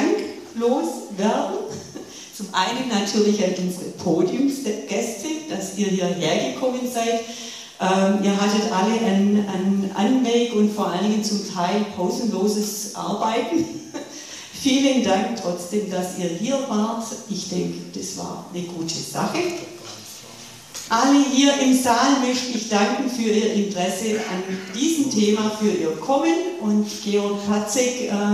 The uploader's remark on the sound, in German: Eine Podiumsdiskussion